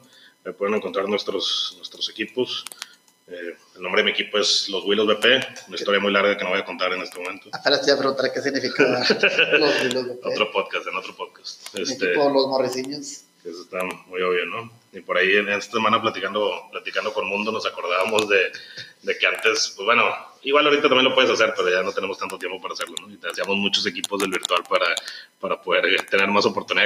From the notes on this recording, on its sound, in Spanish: El audio no mejoró mucho, pero ya nos decidimos a abandonar a Steren por algo de mejor calidad.